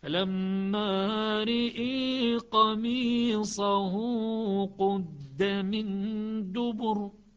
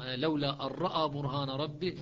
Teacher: بكسر الراء وإمالة الألف إمالة محضة · Shown in: first take